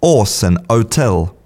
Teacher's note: In a lot of British dialects, the H is not pronounced.